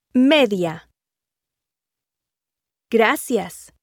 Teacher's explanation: Remember that diphthongs are formed by two successive weak vowels, I or J U, or by a combination of a weak vowel and a strong vowel, A, E, O. The two vowels are pronounced as a single syllable. · Term: diptongos